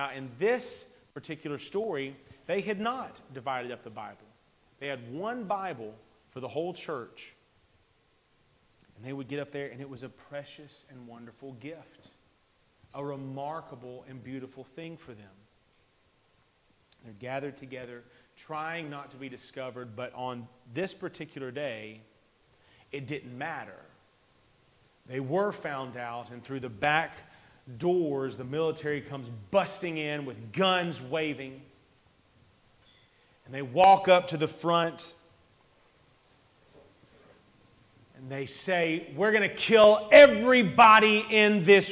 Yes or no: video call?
no